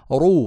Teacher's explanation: فلازم اللسان يرتفع ويتقعر ويرتفع معظمه إلى الأعلى · Term: التفخيم